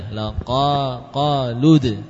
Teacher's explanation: Pendek. Asalnya panjang, tapi karena bertemu dengan huruf sukun langsung ke dal.